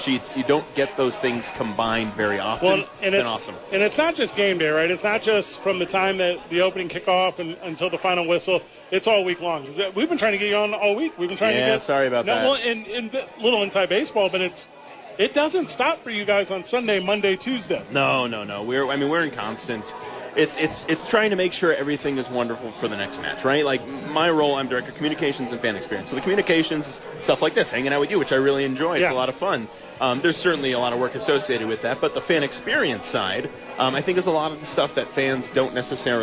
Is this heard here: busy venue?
yes